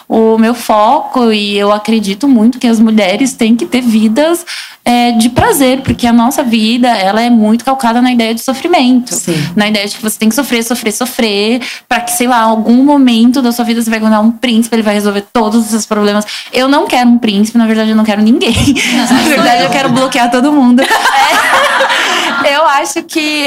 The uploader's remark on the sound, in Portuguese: gravado ao vivo e com platéia